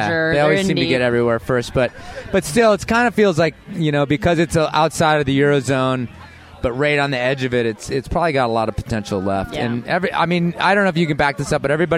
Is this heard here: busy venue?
yes